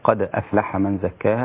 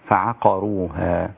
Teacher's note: القاف لابد أن تكون من مخرجها من أقصى اللسان · Term: حرف القاف